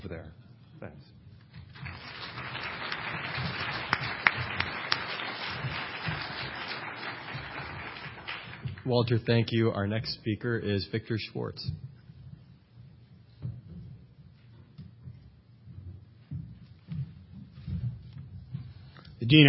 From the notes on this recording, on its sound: Presented this panel discussion at the 2007 Annual National Lawyers Convention on November 16, 2007. The Federalist Society's Litigation and Professional Responsibility Practice Groups presented this panel discussion at the 2007 Annual National Lawyers Convention.